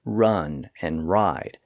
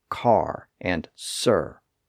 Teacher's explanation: it's common for people to produce the sound by bending the tip of the tongue upward and backwards a bit. This is sometimes called a retroflex R.